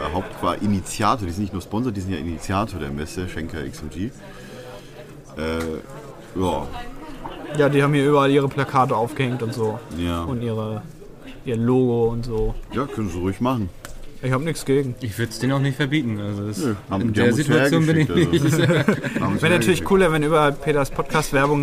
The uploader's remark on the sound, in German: Direkt aus dem Pressebereich der Messe Leipzig haben wir eine neue Version des besten Podcasts aller Zeiten aufgenommen.